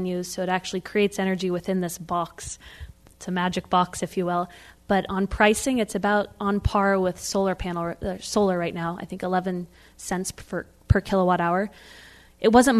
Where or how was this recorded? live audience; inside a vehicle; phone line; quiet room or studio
live audience